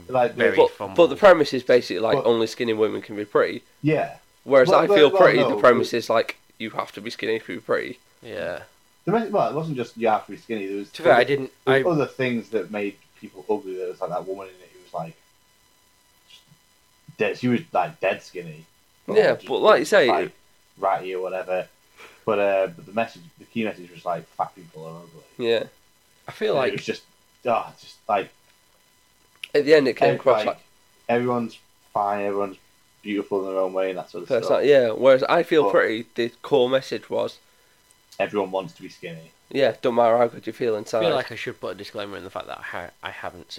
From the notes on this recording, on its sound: Apologies for the audio quality.